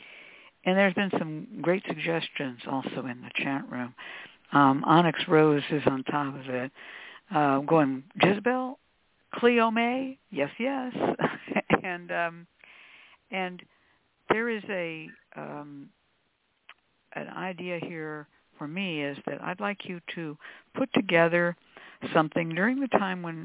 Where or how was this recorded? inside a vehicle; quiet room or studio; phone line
phone line